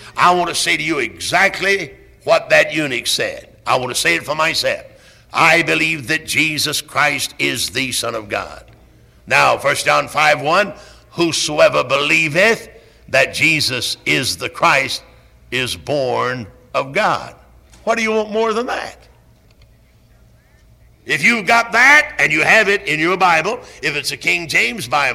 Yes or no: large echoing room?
yes